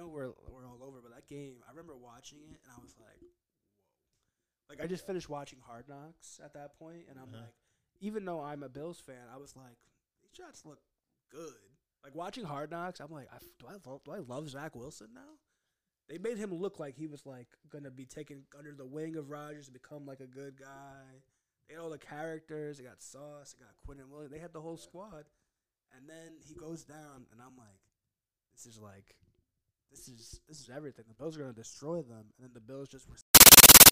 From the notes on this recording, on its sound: (SOUND DISCLAIMER, MUST RAISE YOUR VOLUME UP). (We are getting back in the swing of things, so we do apologize!).